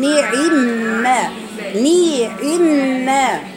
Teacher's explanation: تحقيق كسر النون وتحقيق كسر العين ثم غنى في الميم. يبقى هنقرأها كالثالث كالتالي نعمة ني ني وليست ني ني ني هي ليست ني الكسر النون مكسورة ني نعمة.